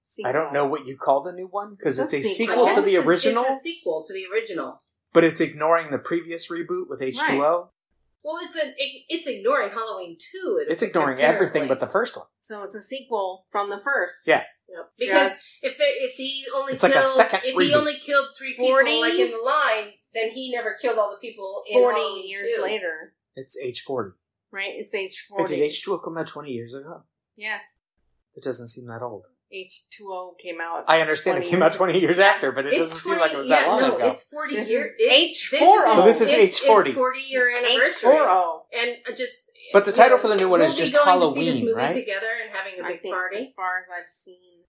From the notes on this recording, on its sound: So, here is the first of several remixes of the early episodes that didn't have great sound quality. My eagerness to jump in outweighed my patience for figuring out a good mixing program.